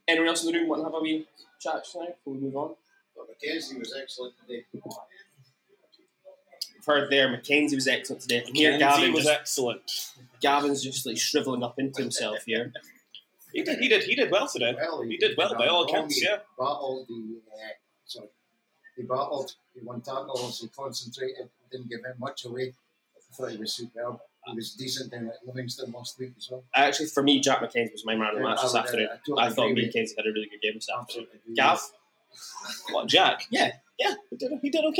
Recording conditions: busy venue